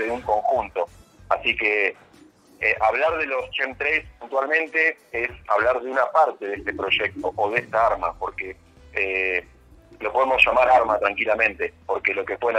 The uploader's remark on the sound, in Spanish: Charla Telefonica